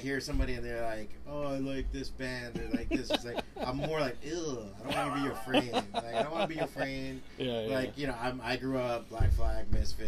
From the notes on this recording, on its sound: We had him do a signing in the shop and decided to talk comics and shop while eating a nice slice!